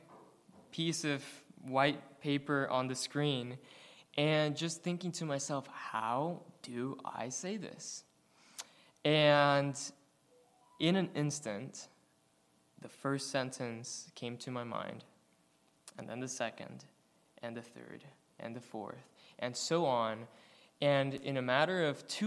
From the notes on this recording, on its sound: recorded on February 4, 2023, at the Ringgold Seventh-day Adventist Church